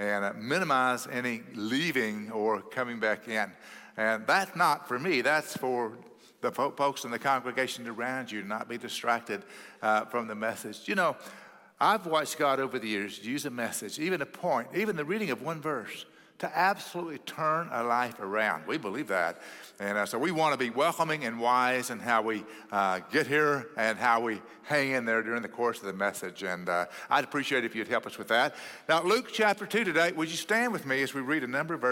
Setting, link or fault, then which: setting, large echoing room